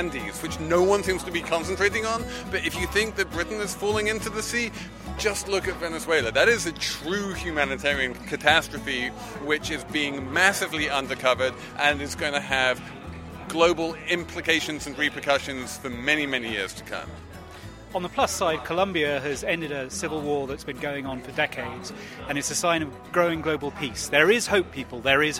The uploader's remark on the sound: Economists, analysts and bloggers in attendance at the FT's Festival of Finance.